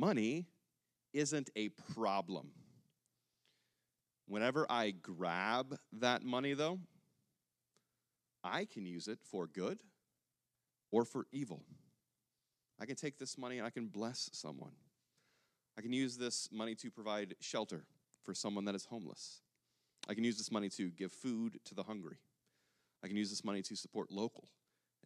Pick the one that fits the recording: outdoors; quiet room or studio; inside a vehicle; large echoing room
large echoing room